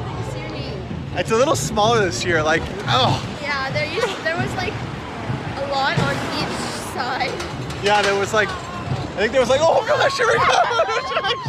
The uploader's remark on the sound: Disneyland News while on the rides!!! While riding rollercoasters and rides making for some interesting audio! Yes, parts of this podcast have wind, screaming, and a bit of craziness to it.